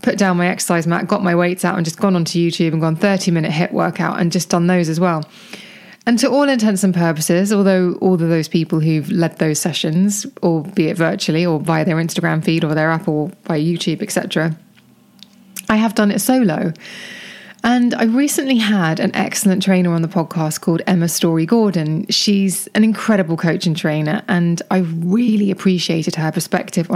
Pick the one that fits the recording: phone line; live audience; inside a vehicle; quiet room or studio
quiet room or studio